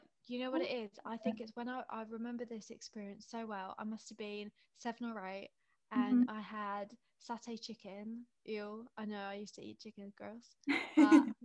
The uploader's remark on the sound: chilled FaceTime vibes episode